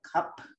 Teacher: where you have like unaspirated K at the beginning and an aspirated P at the end